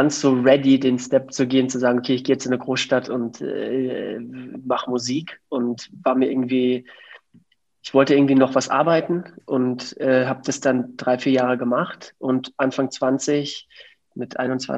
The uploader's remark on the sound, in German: Loggt euch in den Montagsmeeting Zoom-Call ein.